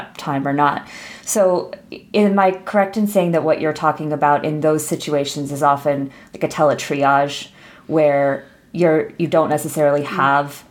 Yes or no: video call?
no